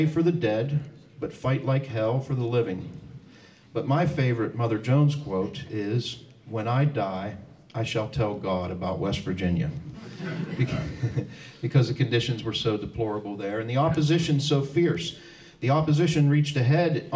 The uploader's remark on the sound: Performed live at the April 1, 2023 “Annual Commemoration of the History of Working People” put on by the Pennsylvania Labor History Society and The Battle of Homestead Foundation in Windber, Pennsylvania.